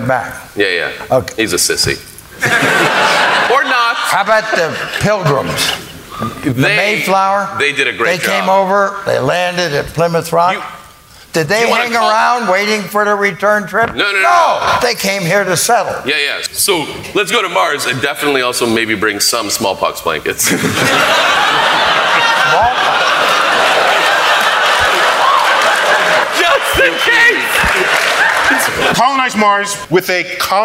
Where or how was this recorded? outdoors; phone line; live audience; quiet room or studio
live audience